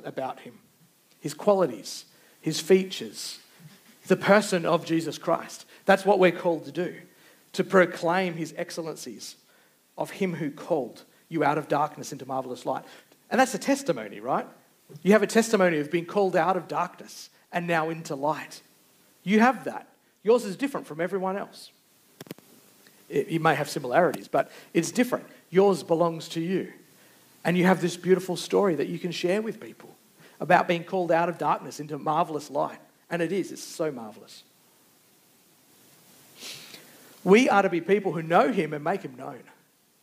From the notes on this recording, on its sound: Recorded Live. Geraldton Baptist Church.